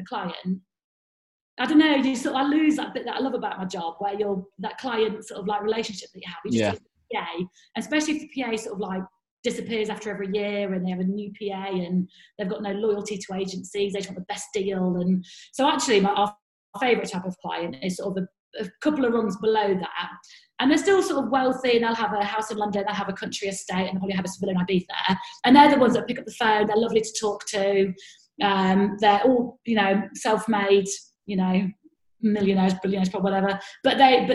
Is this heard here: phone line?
no